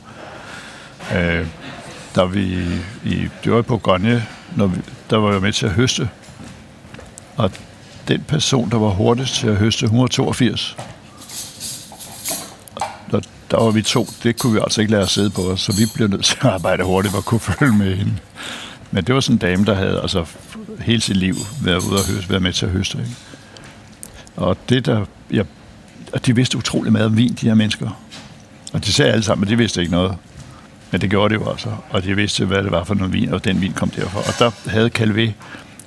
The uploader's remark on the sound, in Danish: Optaget på Nimb Brasserie, Tivoli, København.